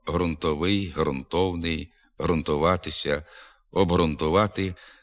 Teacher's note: Слово «грунт» і похідні від нього «грунтовий», «грунтовний», «грунтуватися», «обґрунтувати» вимовляється зі щілинним надгортанним придиховим «г»